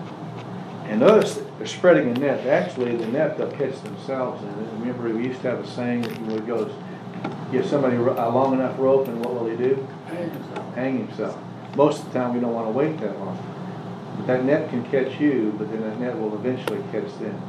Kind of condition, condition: setting, large echoing room